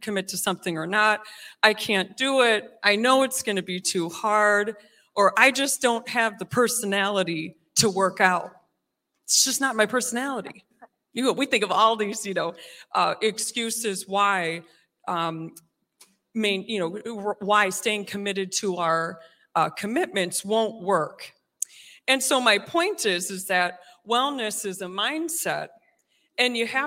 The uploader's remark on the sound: recorded live on June 19th at Newark United Pentecostal Church